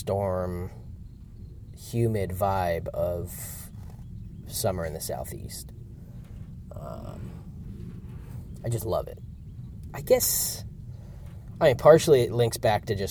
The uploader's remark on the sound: Field Recording